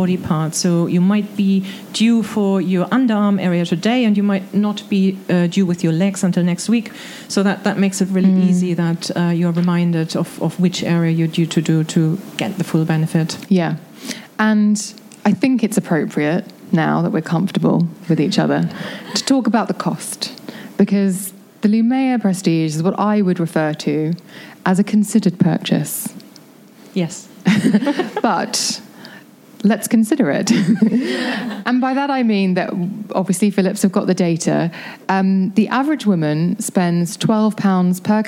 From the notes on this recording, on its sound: in front of a live audience